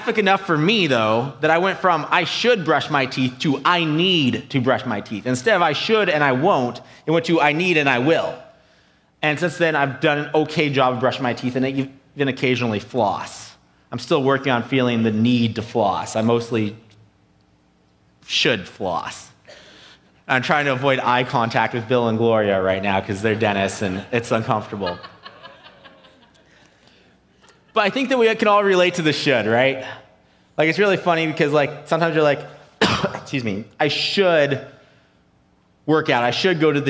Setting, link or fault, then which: setting, large echoing room